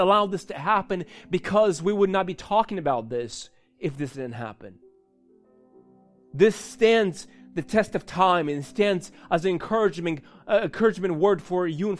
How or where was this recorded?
large echoing room